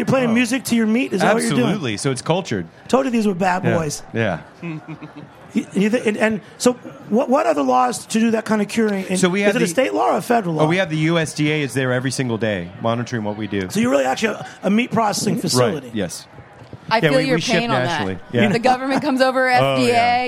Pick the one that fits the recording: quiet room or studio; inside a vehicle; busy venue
busy venue